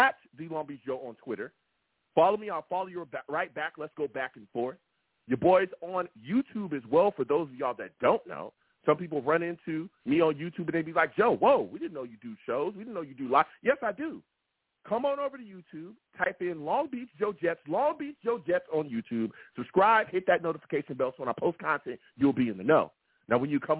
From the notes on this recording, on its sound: Tonight, live after the Sunday night game we sat down and discussed the Jets loss to the Chiefs! I take live calls!